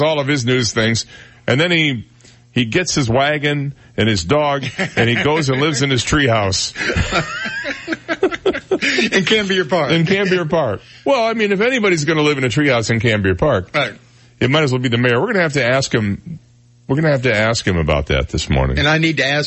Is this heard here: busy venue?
no